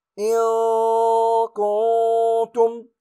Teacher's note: عندما تكون النون ساكنة وبعدها هذا الحرف تخفى. إذا نطقه مجافاة طرف اللسان للثة الثنايا العليا، فتسمع النون وغنتها مخفيتان · Term: الإخفاء